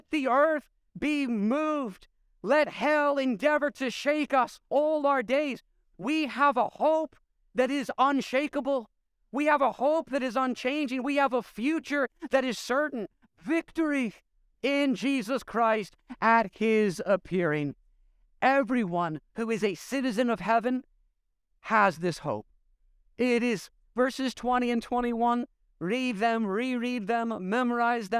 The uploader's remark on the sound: preached this sermon at Covenant Fellowship Church on May 7, 2023